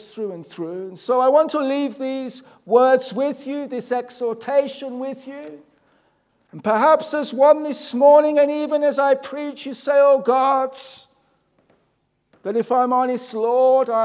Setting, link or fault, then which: setting, large echoing room